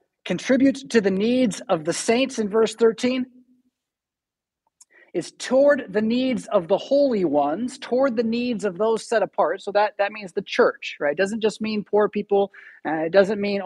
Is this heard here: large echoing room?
yes